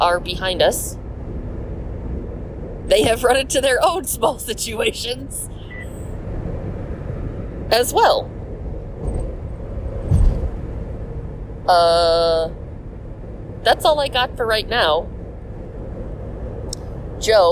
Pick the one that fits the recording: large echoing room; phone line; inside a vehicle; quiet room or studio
inside a vehicle